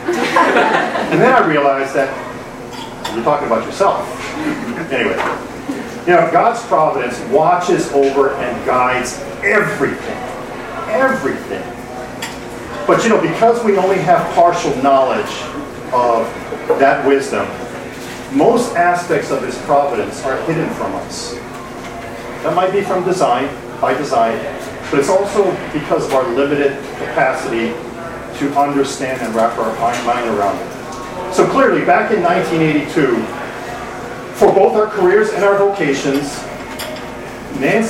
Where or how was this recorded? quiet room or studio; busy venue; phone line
busy venue